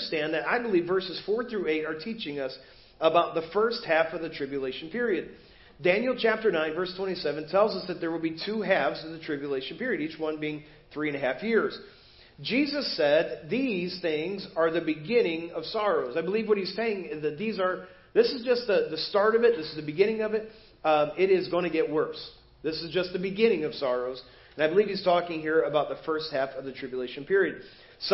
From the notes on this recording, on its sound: Preached at First Baptist Church of Hazel Park